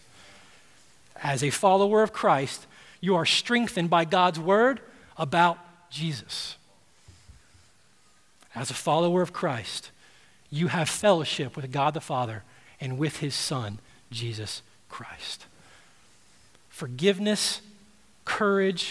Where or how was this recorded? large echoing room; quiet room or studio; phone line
large echoing room